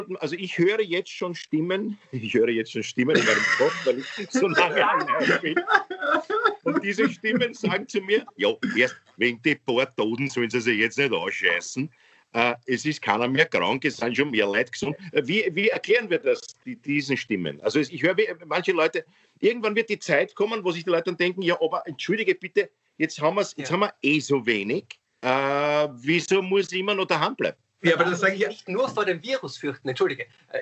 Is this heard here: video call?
yes